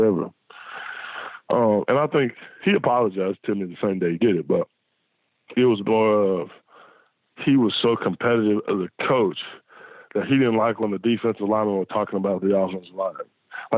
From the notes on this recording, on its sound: Joined on the Modern Woodmen phone line.